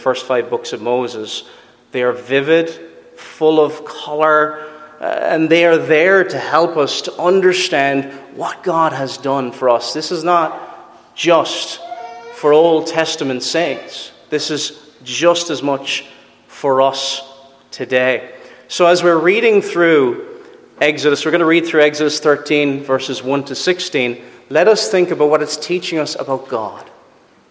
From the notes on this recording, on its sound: Preached at Rathfriland Reformed Presbyterian Church